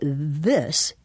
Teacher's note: When you say this, you're not only putting your tongue between your teeth and blowing, you're also vibrating your vocal folds · Term: voiced interdental